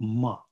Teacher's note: Но это М, как я уже сказал, она относится к категории губных, но в то же время назальных. · Term: губные носовые